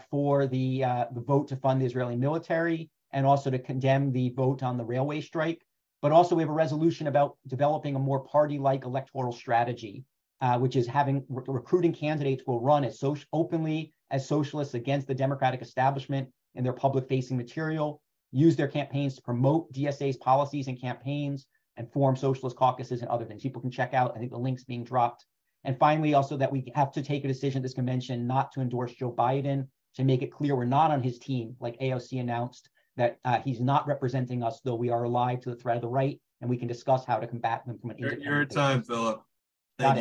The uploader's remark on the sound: An Online Panel Discussion